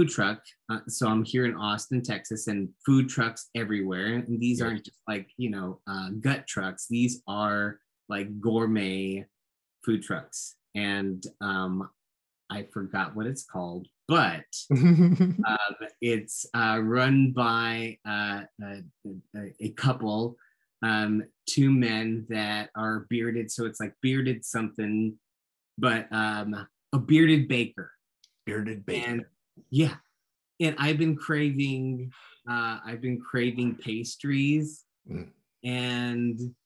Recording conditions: video call